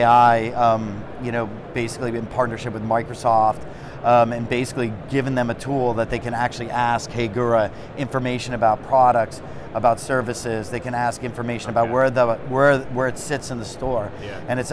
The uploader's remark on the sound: Live From NRF 2024